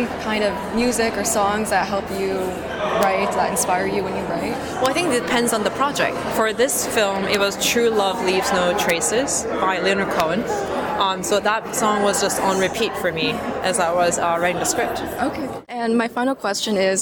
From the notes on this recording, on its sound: SBIFF: Writers Panel on the Red Carpet. The Santa Barbara International Film Festival hosted its Writers Panel.